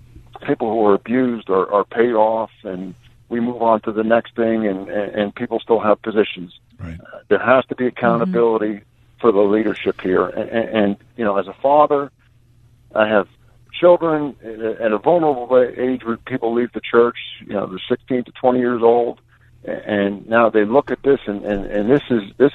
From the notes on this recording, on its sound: head to the phones to receive the listeners take